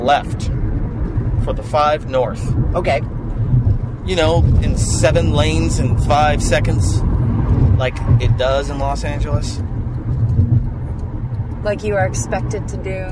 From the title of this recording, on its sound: In the Car